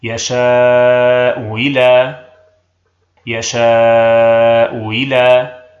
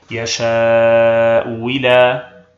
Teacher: لنا في الهمزة الثانية وجهان: الأول التسهيل، الثاني الإبدال واوا خالصة مع إبقاء الكسرة